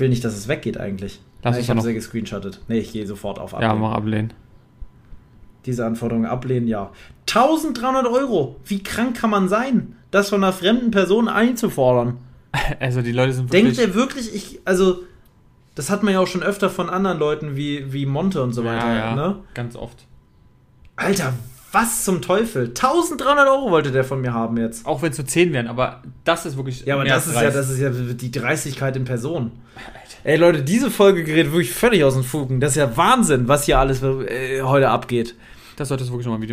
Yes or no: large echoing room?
no